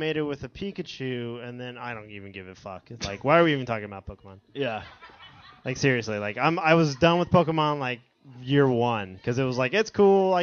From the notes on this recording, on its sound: This week’s show is the recording of the Bro’s LIVE Remote event at Gamestop for the release party of the latest next-gen console from Microsoft… the Xbox One!